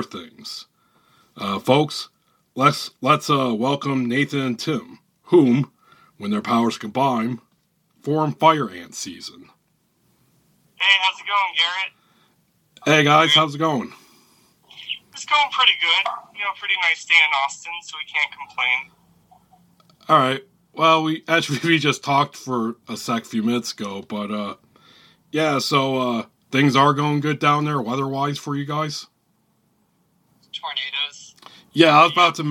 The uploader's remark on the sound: Recorded via phone in Grand Rapids, Michigan, and Austin, Texas, on Wednesday, March 23rd, 2022.